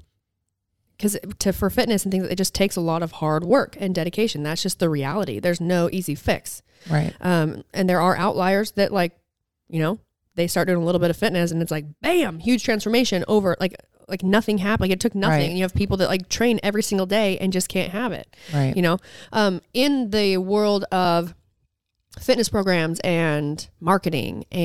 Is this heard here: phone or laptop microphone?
no